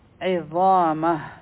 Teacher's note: عین به د حلق نه وایو ضا غټ حرف دی دوه هر کا به را کاږو آیا